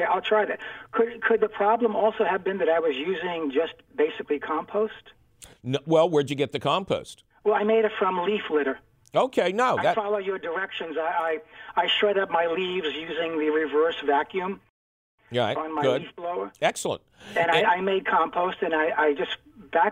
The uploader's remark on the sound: an extra heaping helping of your phone calls